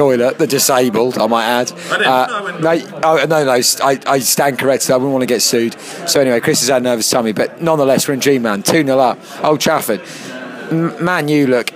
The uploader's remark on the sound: Live from the Kings Arms. We also chat with a few supporters in the pub.